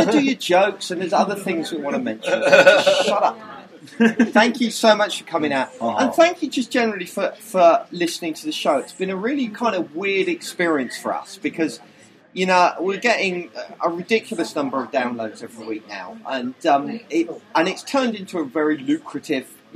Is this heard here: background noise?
yes